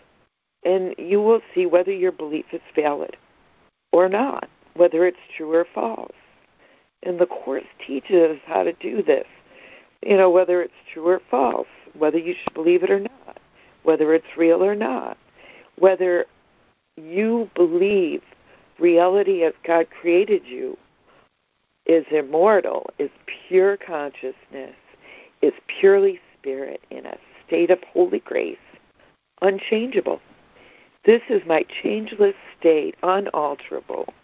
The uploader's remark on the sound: ACIM Daily Conference Call.